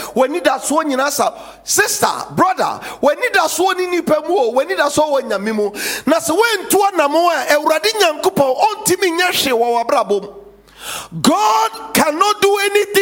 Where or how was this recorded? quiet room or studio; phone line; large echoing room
large echoing room